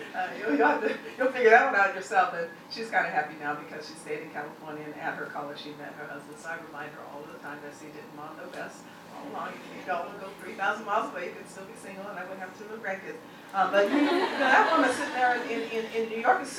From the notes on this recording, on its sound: The speaker delivered these remarks at CBLPI's Capitol Hill Intern Summit on June 3, 2016.